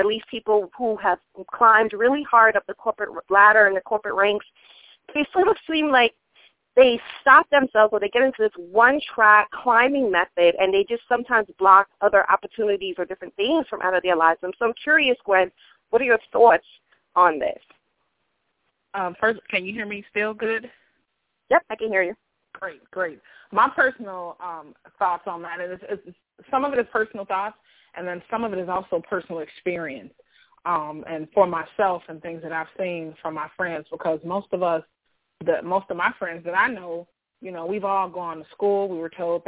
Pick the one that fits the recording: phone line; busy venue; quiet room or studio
phone line